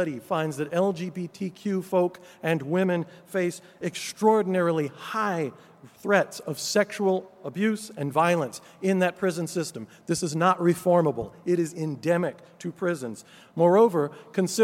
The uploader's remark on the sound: Keynote Conversation 2: 'Looking Forward' from the 'Environmental Justice 2017' Conference, held at the University of Sydney (6-8 November).